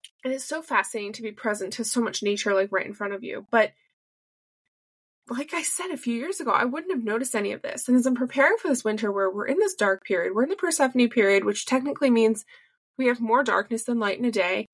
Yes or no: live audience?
no